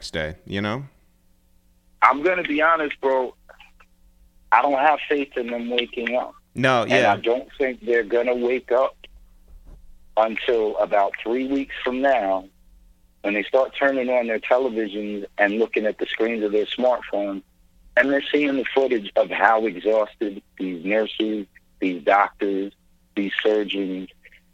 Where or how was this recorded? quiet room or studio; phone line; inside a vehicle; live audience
phone line